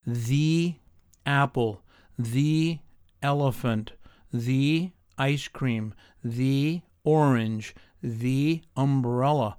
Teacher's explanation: the word the is pronounced with a long E sound, something like the.